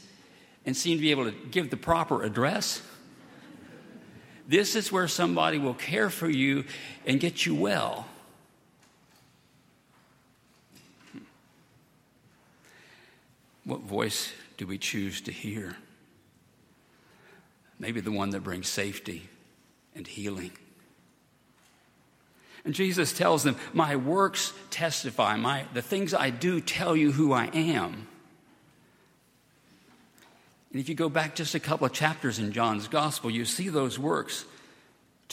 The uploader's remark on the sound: at Highland Baptist Church